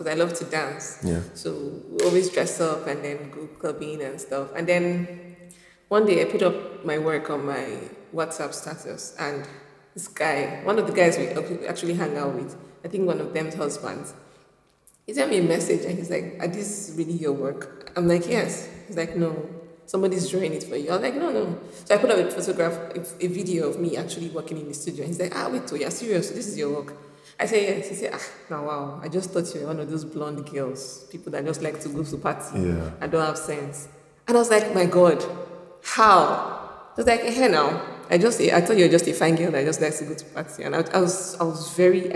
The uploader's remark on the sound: Recorded at the venue of her exhibition (Retro Africa)